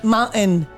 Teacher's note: in quasi tutta la California, il T sound non viene pronunciato